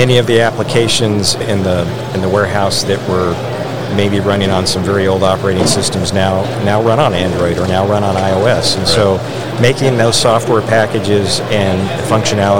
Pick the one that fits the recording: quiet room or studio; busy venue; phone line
busy venue